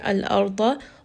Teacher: Ra is going to be heavy in this case. The reason for this is that we have a sukoon on the ra.